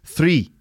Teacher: There's the R in three, pronounced with that sort of rhotic R sound.